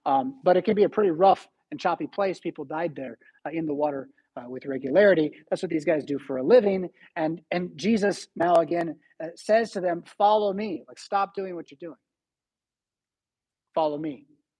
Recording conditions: large echoing room